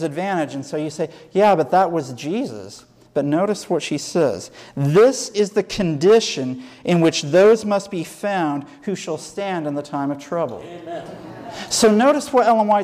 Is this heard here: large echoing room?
yes